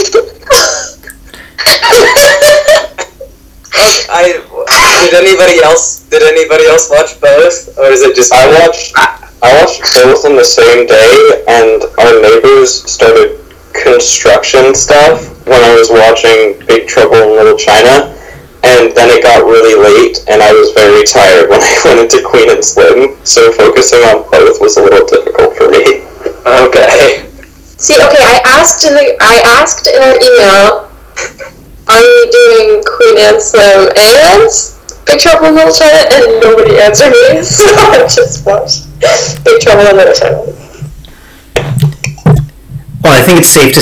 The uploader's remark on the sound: I'm pretty sure the sound quality sucks